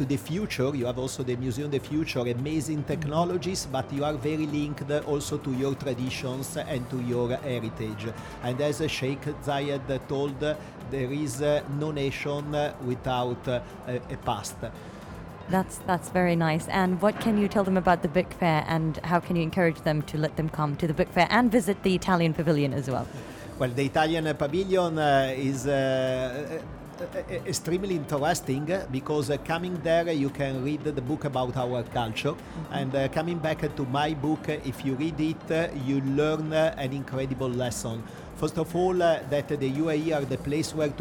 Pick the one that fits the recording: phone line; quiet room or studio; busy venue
busy venue